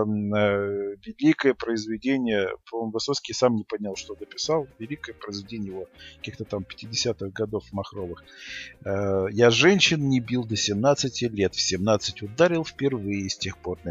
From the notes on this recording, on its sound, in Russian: Извиняемся за плохой звук